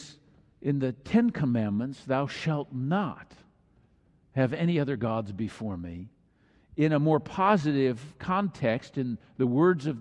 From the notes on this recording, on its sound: Messsage delivered during the Traditional Worship service.